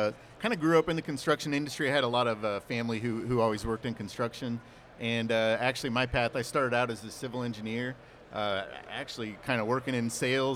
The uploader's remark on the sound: LIVE from The WWETT Show 2024